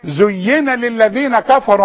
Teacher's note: ما تقوليش زينا وتحط لها الف